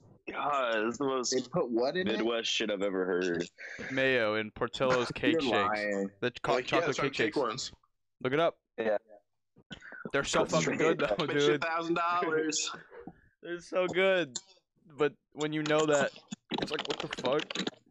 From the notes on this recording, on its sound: Skype in together. Two sandwiches were made and consumed on camera in this amazing quarantine energy filled podcast.